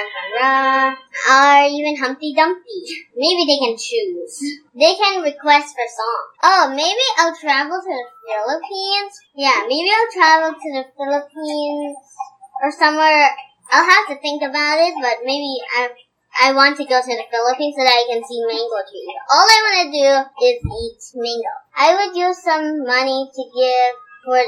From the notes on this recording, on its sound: Please excuse the various background noises on this episode as we tried our best to remove the AC sounds (recorded during a heatwave)